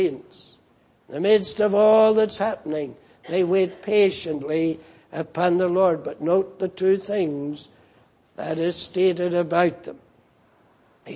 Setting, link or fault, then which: setting, large echoing room